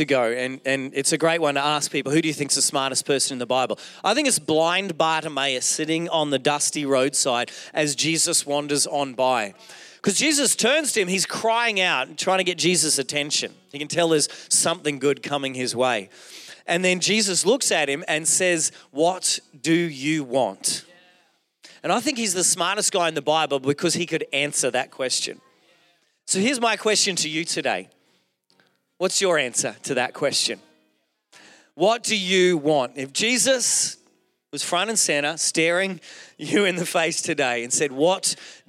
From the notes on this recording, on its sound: Recorded during our Melbourne East service.